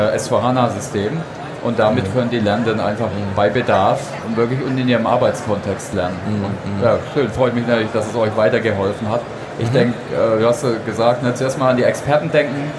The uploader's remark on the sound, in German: Diesen Podcast haben wir live auf der OMR in Hamburg